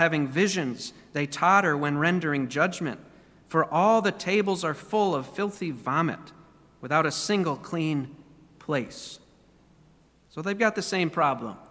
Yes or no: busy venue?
no